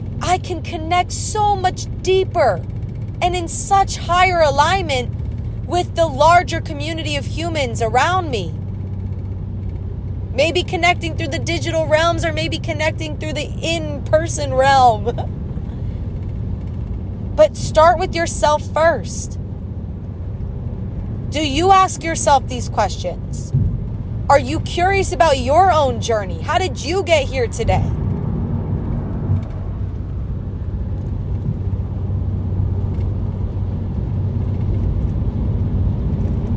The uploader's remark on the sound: I recorded this on my iPhone using my voice memos so it's noisy and filled with long pauses and repeated thoughts.